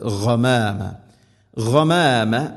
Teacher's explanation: ഗൈൻ തൊണ്ടയുടെ മുകൾ ഭാഗം, ഗമാമ എന്നല്ല ഓതേണ്ടത്, ഗമാമ ഗമാമ.